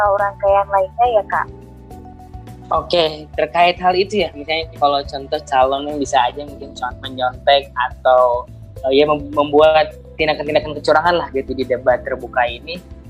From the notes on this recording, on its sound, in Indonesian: hanya bisa melambai via zoom meeting